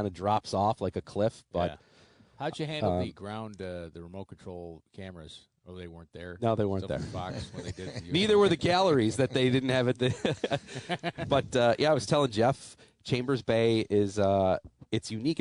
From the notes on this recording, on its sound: Tee 2 Green Live From Niagara Falls Country Club.